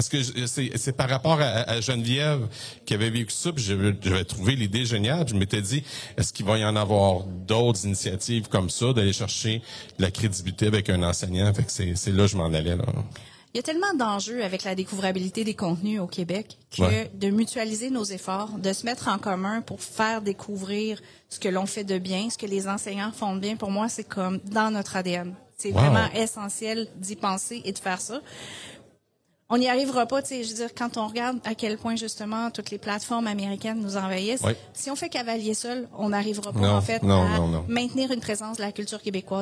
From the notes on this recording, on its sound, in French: L'entrevue a été enregistré au 41e congrès de l'AQUOPS les 4, 5 et 6 avril 2023.